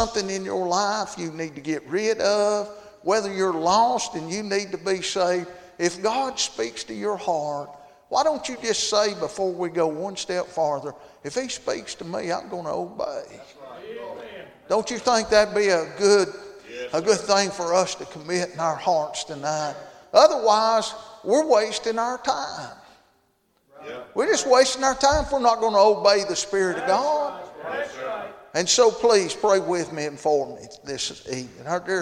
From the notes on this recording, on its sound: Tuesday Evening service at Calvary Baptist